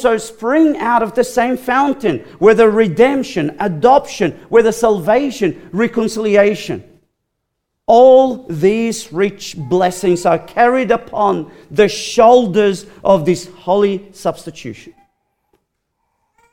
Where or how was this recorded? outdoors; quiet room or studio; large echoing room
large echoing room